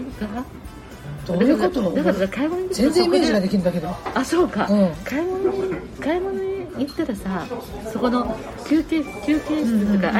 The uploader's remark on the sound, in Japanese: スタジオ収録終了後にコメダで雑談を収録。